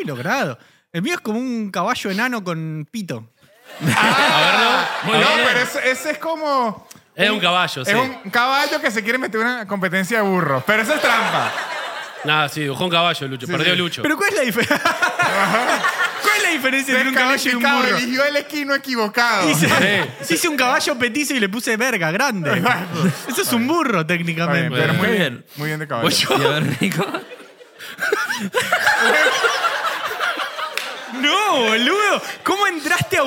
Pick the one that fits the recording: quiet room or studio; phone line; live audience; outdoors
live audience